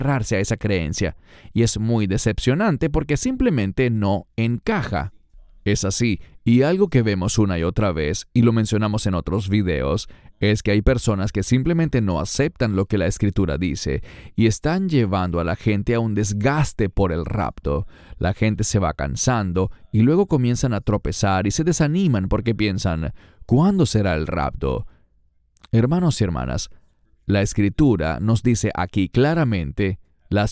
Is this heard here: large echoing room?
no